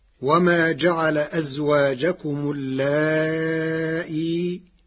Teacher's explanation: بتسهيل الهمزة بين مع المد والقصر في حالة الوصل مع حذف الياء، وله في حالة الوقف 3 أوجه: تسهيل الهمزة بروم مع المد والقصر، وإبدالها ياء ساكنة مع المد فقط، كل ذلك على حذف الياء.